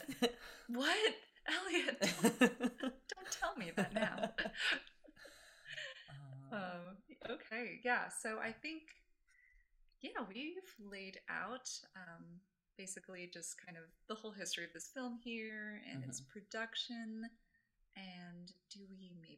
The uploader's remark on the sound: We had some tech problems with our session this week, so there are some audio issues we'd like to apologize for.